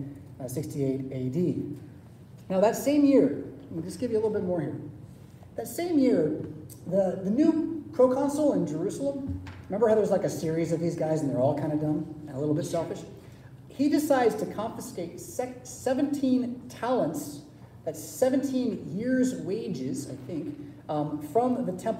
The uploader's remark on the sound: Preached at St Paul Lutheran Church , Rockford, Illinois on Sunday April 30, 2023.